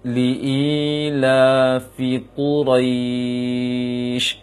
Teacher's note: Pertama ada yang memendekkannya, itu keliru. Dia harus panjang, mengikuti kaidah mat. Ro panjang, minimal 2 harokat. Dan memanjangkannya, jangan ro'ish atau ro'ish dengan seakan-akan menambah ya kasroh atau hamzah kasroh.